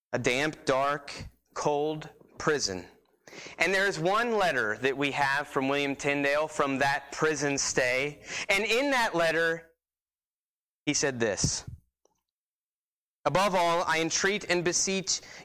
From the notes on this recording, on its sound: Sermon preached on 12-1-19 at Christian Fellowship Church